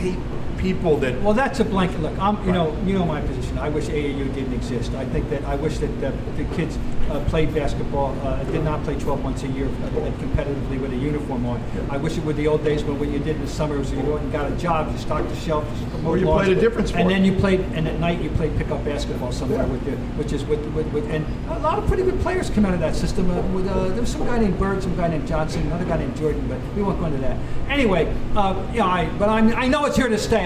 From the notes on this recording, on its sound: On location, from the brand new (kinda) TD Garden! Recorded following the Celtics - Mavericks contest.